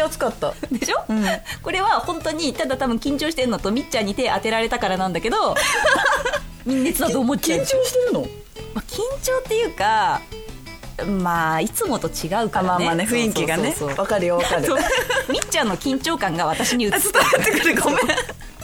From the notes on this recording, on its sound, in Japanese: 番組初となる公開収録が開催されました